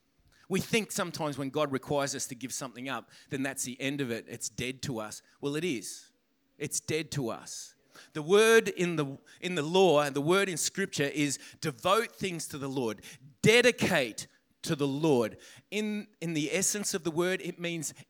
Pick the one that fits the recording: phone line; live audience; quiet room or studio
live audience